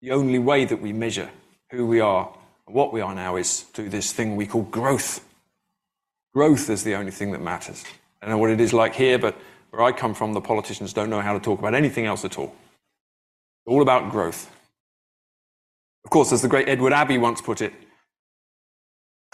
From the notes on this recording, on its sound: delivered the keynote address at the 2023 FPR conference in Madison, Wisconsin